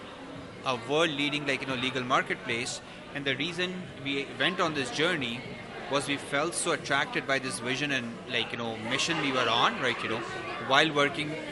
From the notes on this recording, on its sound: We’re at the Edmonton Unlimited Open House, and we’re speaking to a lot of incredible entrepreneurs.